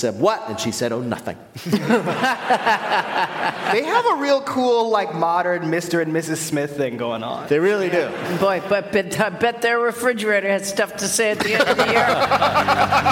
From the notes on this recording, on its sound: we are back with a brand new show from the Studebaker Theatre in Chicago